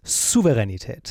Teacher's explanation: Also ganz wichtig mit einem scharfen S am Anfang. Also Souveränität ist halt falsch.